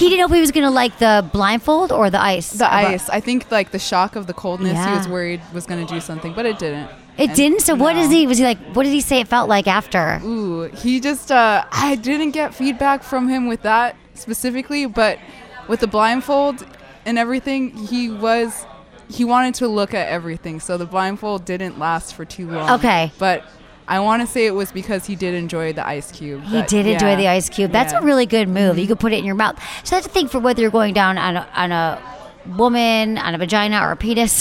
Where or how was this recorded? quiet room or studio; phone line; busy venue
busy venue